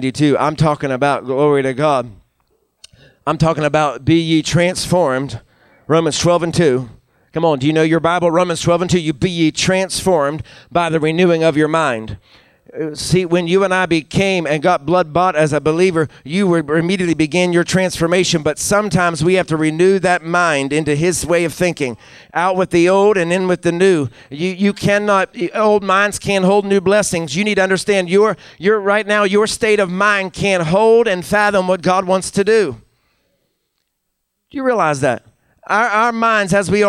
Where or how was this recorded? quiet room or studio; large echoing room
large echoing room